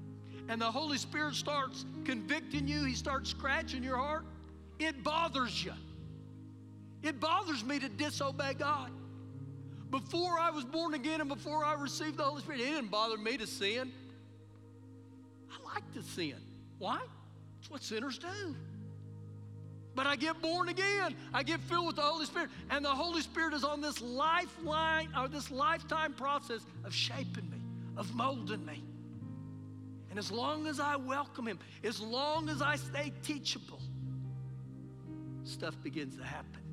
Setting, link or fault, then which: setting, large echoing room